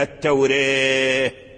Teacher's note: ثم قال والتوراة، أي وأن قالون كذا حكى قوم أيضا عنه إمالة الألف من التوراة، التوراة، التوراة أحد الكتب الأربعة كما سبق، فأمال الألف الذي بين الراء والتاء